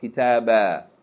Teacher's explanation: And that alif is to tell us, if we stop on the word or pause on that word, we're going to pronounce that alif as though it's elongating the fatta of the tanween · Term: pause form